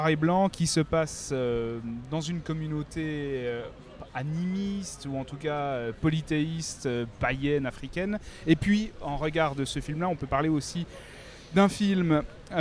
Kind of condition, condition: setting, busy venue